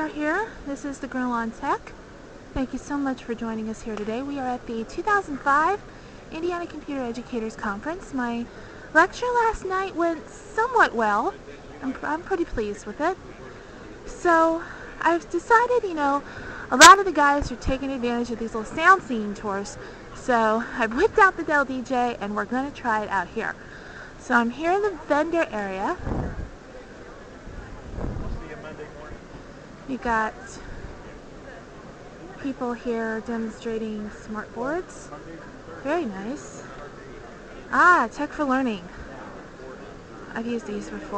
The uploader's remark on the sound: This was recorded on the DellPod at the 2005 Indiana Computer Educators conference in the Vendor Booth area.